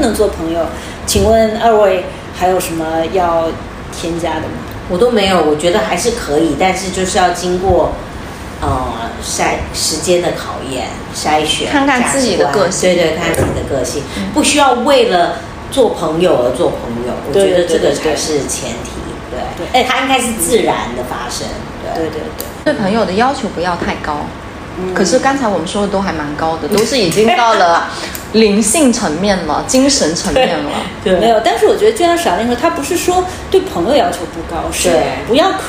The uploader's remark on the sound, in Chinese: 希望这是渣音质的最后一期，大疆的小蜜蜂录出来的音质还比不上苹果手机，所以本期环境噪音略有点大，对音质敏感的同学不建议戴耳机收听。